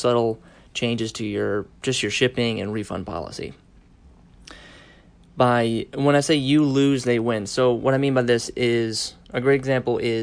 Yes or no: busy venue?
no